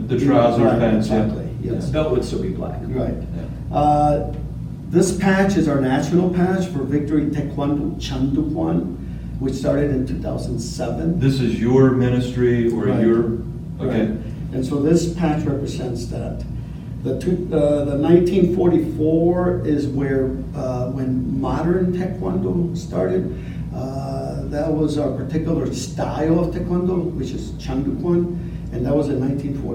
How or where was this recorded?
live audience